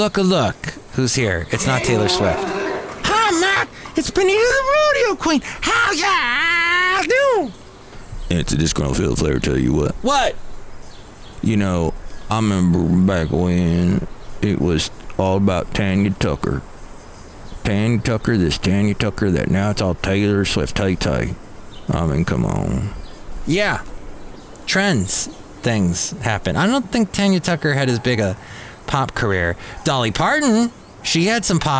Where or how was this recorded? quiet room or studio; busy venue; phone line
busy venue